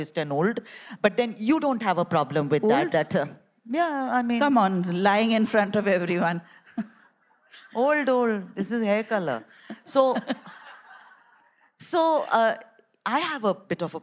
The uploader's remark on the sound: A live session from #JaipurLitFest2020.